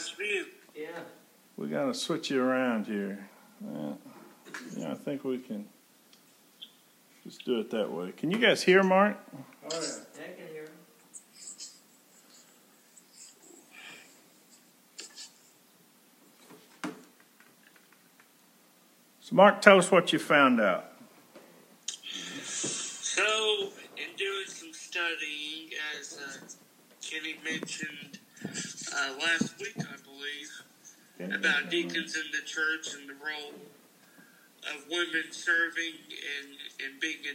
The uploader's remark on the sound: Preached May 31, 2020 at General Baptist Church God's House of Prayer in Fairborn, Ohio